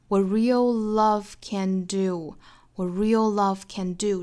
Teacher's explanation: What 尾部 t 省读了